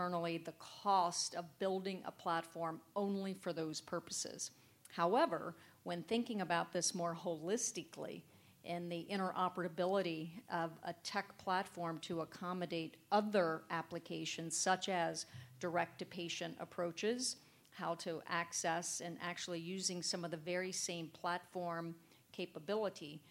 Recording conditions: busy venue